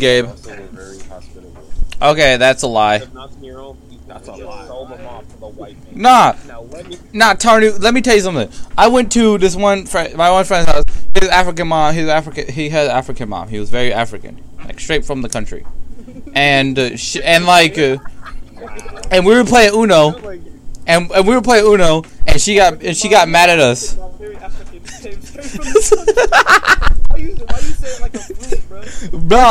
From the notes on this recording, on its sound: Sound is shit. We are still working on the sound give it a break.